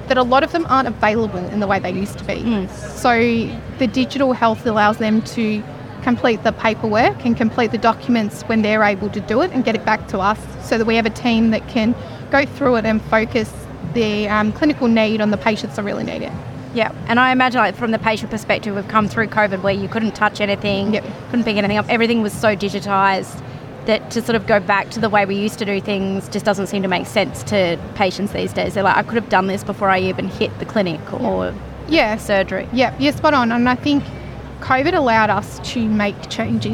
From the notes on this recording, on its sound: recorded at Victorian Healthcare Week 2023